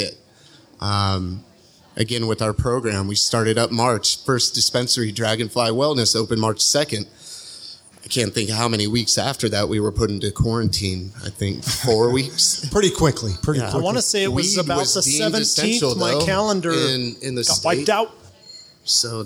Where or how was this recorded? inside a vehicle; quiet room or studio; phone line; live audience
live audience